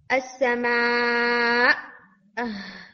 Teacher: वक्फ किया जाता है हमजा के ऊपर, तो उस सूरत में हमजा के ऊपर स्टॉप करते हुए वक्फ करने के बाद स्टूडेंट फौरन रिलैक्स कर देते हैं, तो वो जब रिलैक्स करते हैं तो उसमें फिर हम्स आ जाती है।